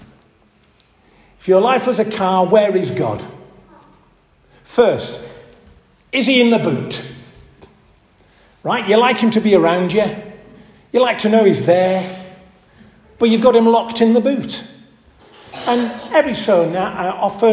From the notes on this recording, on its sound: This audio recording was taken at the 10:30 Benefice Communion Service, on March 3rd 2024 in St Oswald's Church, Askrigg.